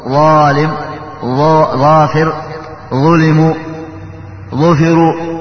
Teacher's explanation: من طرف اللسان مع فروع الثنايا العليا